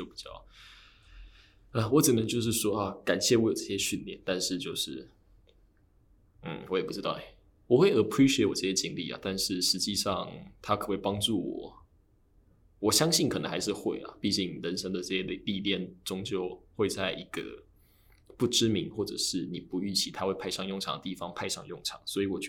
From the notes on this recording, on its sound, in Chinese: 另外我發現用iPad的GarageBand錄音，自帶的Reverb超重都調不掉，導致聲音的空間感太重。